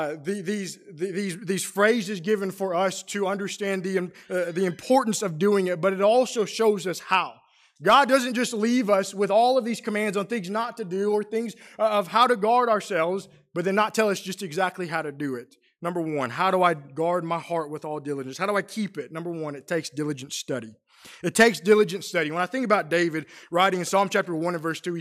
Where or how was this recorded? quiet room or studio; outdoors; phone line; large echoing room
large echoing room